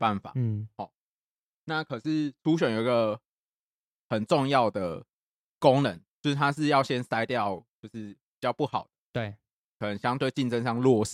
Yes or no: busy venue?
no